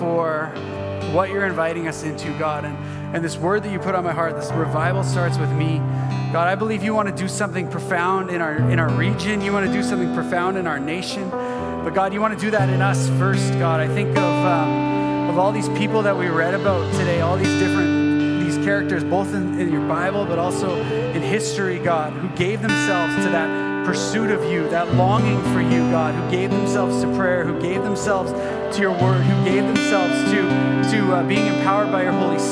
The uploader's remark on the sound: At our Edmonton Gathering in June, 2023 at Gateway Family Church.